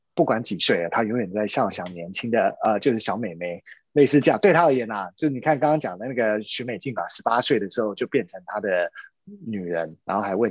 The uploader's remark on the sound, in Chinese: 因為這一集是採遠端錄音，所以收音品質與平常節目聲音明顯有差異喔～